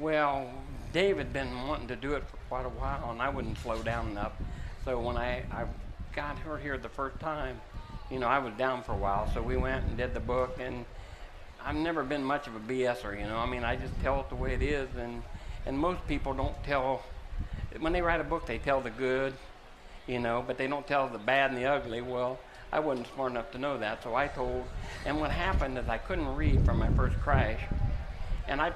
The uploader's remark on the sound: Live from The Kings Royal. Night #3 from Eldora Speeday.